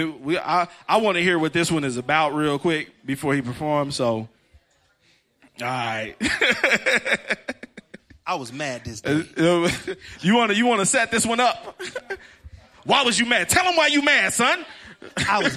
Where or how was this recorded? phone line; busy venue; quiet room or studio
busy venue